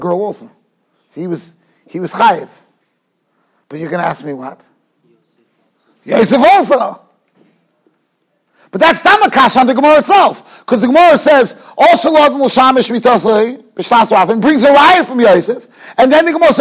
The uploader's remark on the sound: Shiur recorded in Yeshivas Ohr Reuven, Monsey, NY